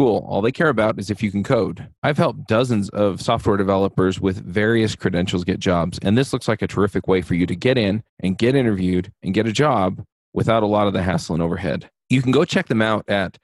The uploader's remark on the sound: This episode of Adventures in Angular comes to you live from ng-conf 2019